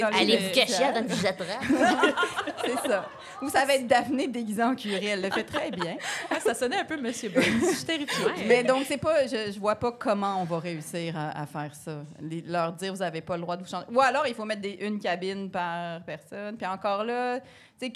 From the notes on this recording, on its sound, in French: enregistré à l'Idéal mercredi le 4 octobre 2023